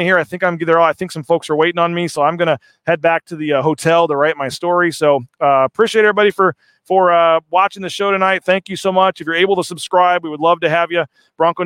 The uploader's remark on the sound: Postgame Show. LIVE in San Jose with live interviews.